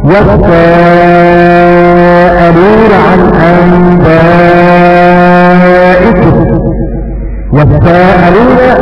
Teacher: بالمد المطلق أربع حركات هكذا قرأ رويس عن يعقوب